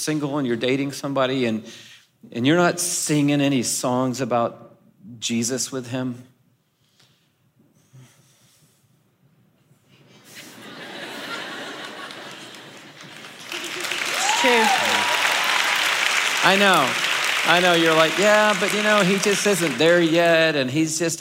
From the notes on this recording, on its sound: This conversation was recorded live at The Grove, a gathering for the women of Atlanta, Georgia.